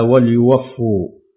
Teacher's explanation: قرأ شعبة لفظ وليوفوا لتحريك الواو بالفتح مع تشديد الفاء هكذا وليوفوا.